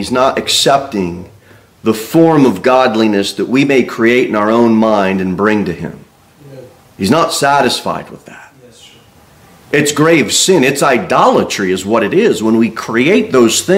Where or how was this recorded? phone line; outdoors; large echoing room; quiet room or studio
large echoing room